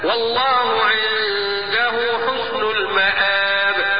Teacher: يجوز لي ان انا اقصر بمقدار حركتين لانه يغتفر التقاء الساكنين وقفا هكذا والله عنده حسن المآب ويجوز التوسط بمقدار اربع حركات مراعاه · Term: السكون عرض